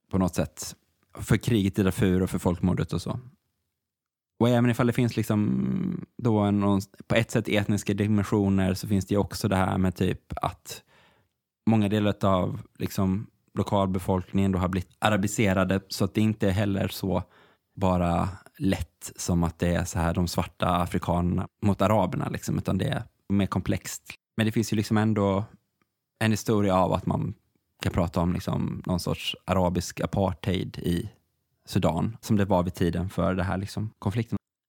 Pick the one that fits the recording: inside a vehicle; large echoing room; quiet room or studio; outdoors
quiet room or studio